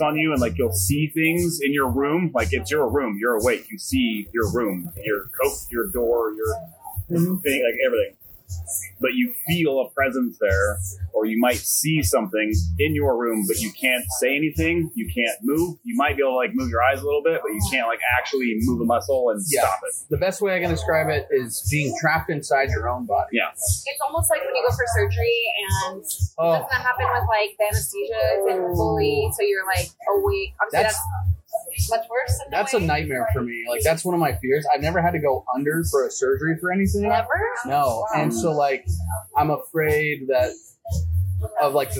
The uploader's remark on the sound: Sleep Paralysis LIVE From Applebees! Our original podcasting plans fell apart thanks to some weather issues. We all wound up at an Applebees, slapped the recorder on the table and just dove into it.